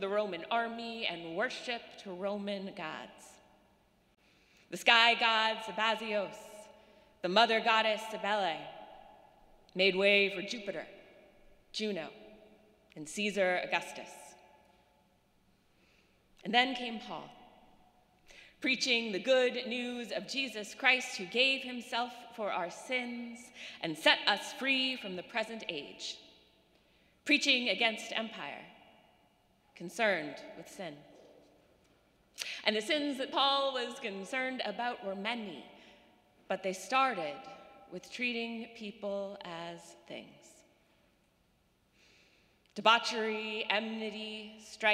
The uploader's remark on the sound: Sermons from Old South Church in Boston